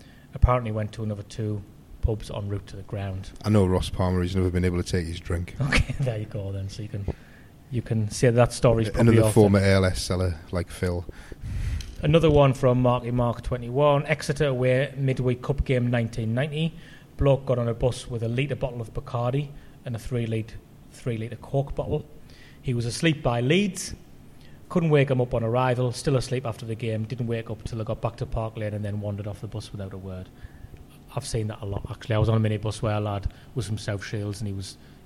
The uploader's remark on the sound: are at The Peacock